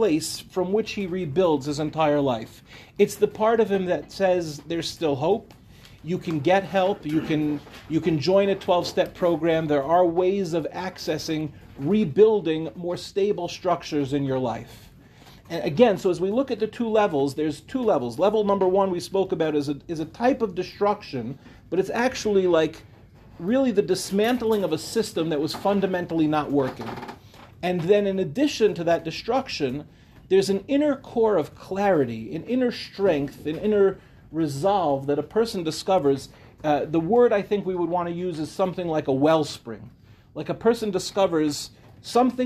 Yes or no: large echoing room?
yes